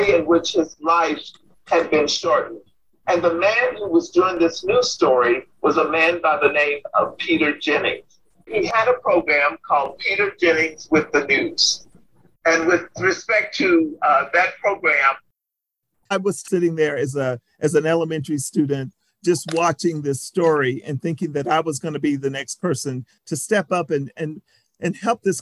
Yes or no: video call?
yes